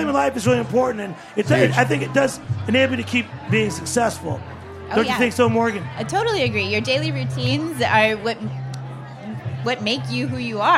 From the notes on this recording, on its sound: Broadcast from the Charleston Wine + Food Festival. Their kids very patiently hung out for their interview.